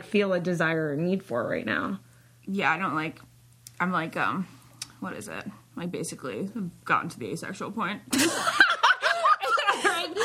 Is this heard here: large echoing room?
no